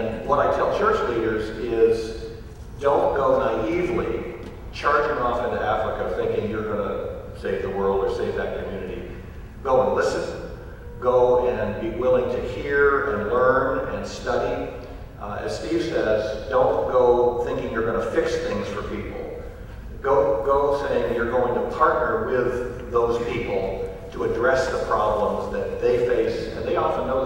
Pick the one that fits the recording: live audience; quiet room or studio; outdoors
live audience